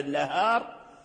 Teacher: ولكن الذين لا إمالة لهم يقفون على الراء بالتفخيم · Term: تفخيم الراء